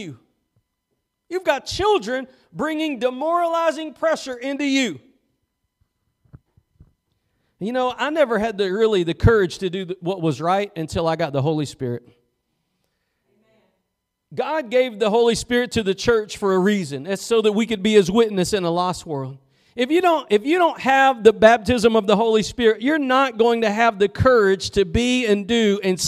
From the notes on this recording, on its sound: Preached at Gospel Lighthouse in Bossier City, La.